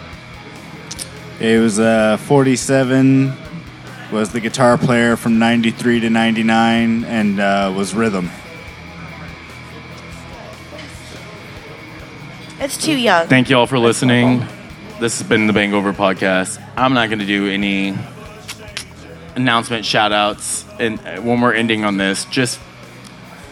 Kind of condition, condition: setting, busy venue